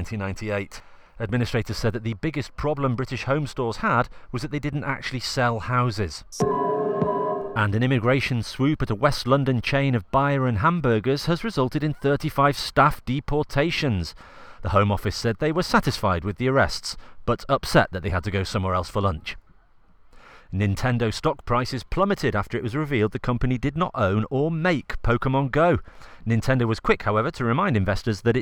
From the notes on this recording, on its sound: Recorded in a field in Shepton Mallet.